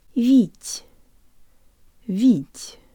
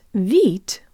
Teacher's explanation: The ye in the last syllable sounds like an E-flavored schwa, and the final te is soft, so we keep the tongue close to the roof of our mouth and use more air than we would in English · Shown in: first take